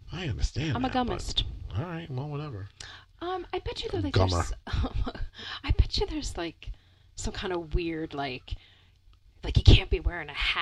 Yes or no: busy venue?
no